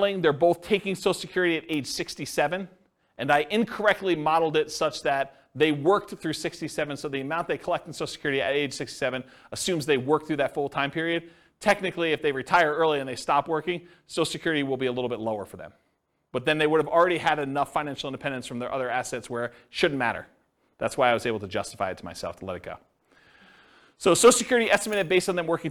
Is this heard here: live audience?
yes